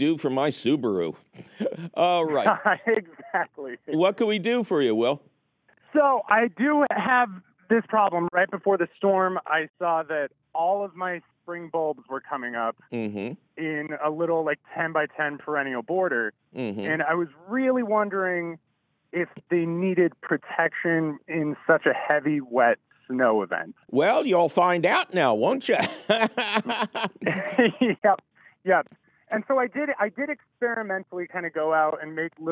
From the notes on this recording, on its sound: Your fabulous phone calls!